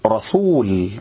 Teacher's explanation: والصح تقول رسول بضم الشفتين ضما كاملا